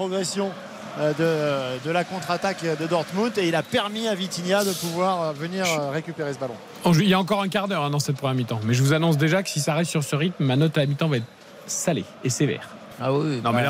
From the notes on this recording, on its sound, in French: en direct du Parc des Princes